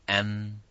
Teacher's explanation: And that is that the meme should be clearly pronounced as with itbaq. With itbaq means with the meeting of the lips together · Term: Izhar Shafawi